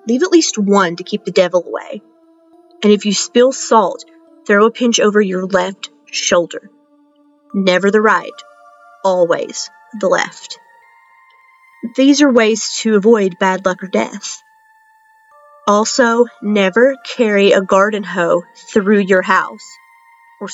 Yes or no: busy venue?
no